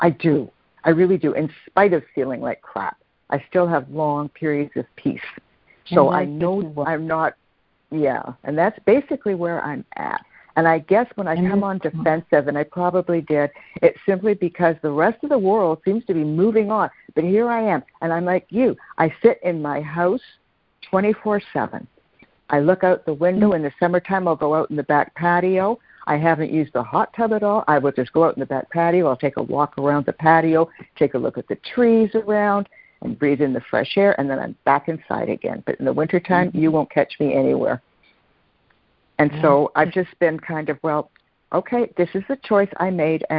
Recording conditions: phone line